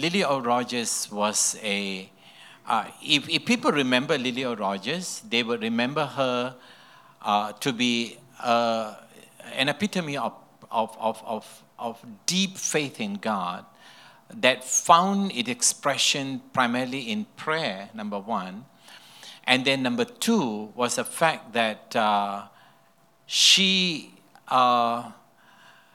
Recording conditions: live audience